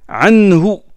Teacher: on fait pas de prolongation parce que avant le ha il y a un sukun sur le nun et quand il y a un sukun on ne prolonge pas le ha عنه Maluhu.